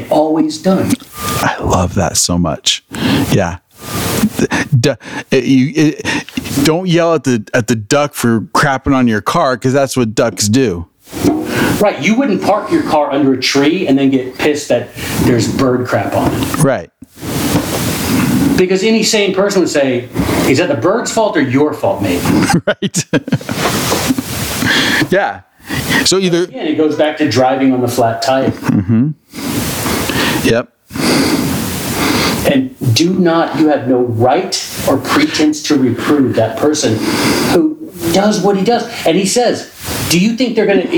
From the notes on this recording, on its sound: We had some technical difficulty. This episode would be impossible to duplicate and had incredible moments so with some magic we were able to make his voice audible.